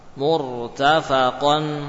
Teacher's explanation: Kenapa tebal? Ro-nya sukun sebelumnya dhammah.